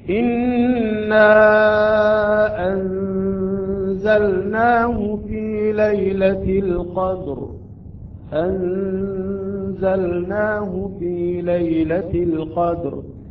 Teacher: بسرعة اللسان ينتقل من مخرج اللام إلى مخرج النون بصورة فنية، بصورة يعني لطيفة، لا نتأخر ولا نضغم اللام بالنون